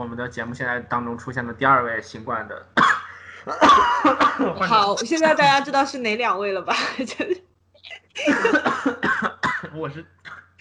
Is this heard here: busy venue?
no